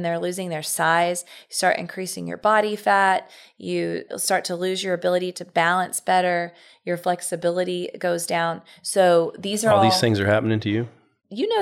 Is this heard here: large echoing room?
no